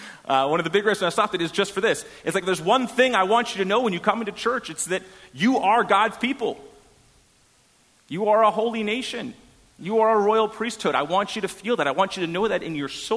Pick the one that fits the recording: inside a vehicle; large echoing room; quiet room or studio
large echoing room